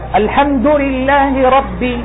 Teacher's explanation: هذه الباء مكسورة يقولون فيها قلقلة لكنها أضعف · Term: قلقلة ناقصة